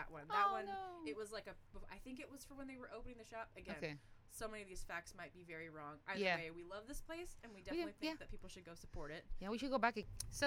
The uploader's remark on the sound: Through some technical difficulties and a lot of background chaos we made it through an episode.